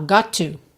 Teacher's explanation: essa junção de got to, junta num T só